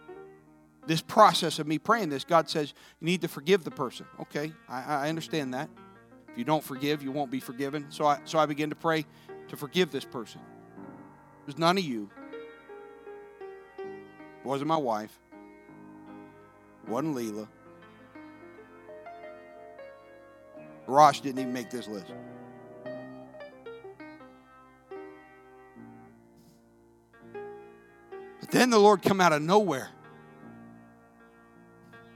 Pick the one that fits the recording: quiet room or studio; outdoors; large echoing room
large echoing room